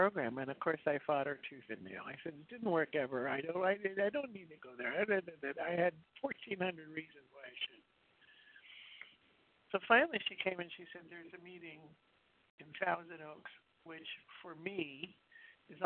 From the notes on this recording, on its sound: 100 Pounders Phone Meeting